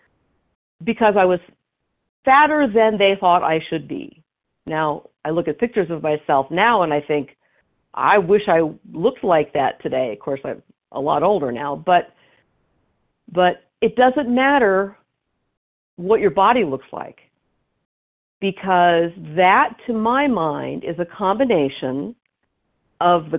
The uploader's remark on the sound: 100 Pounders Phone Meeting, 2/25/23